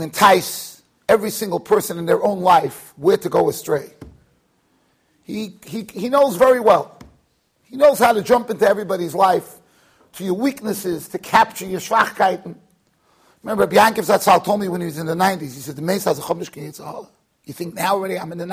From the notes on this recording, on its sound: Shiur recorded in Yeshivas Ohr Reuven, Monsey NY.